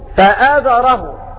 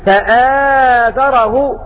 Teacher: قرأ فأذره بالقصر فأذره، وباقي القراء قرأوا بالمد فآذره